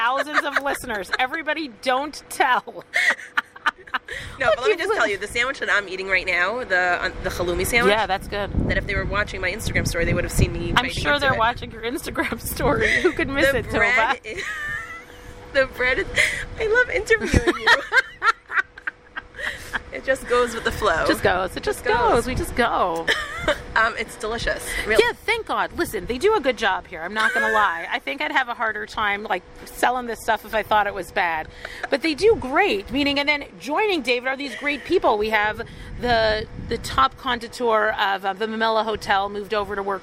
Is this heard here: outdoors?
yes